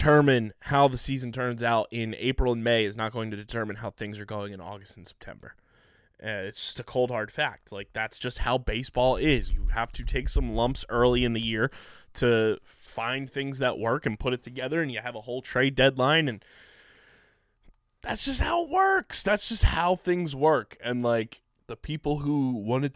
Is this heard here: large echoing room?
no